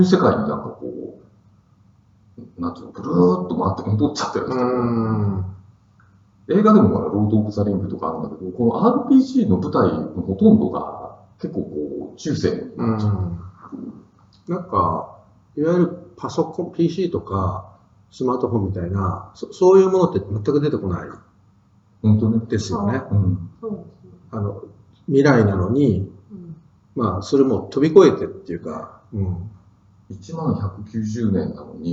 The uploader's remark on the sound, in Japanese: 旧マイクで音声ややわるいです